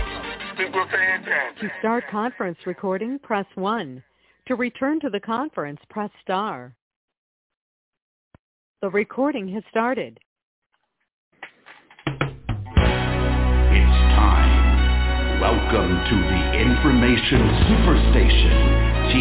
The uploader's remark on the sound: TNTSuperfantastic Conference Call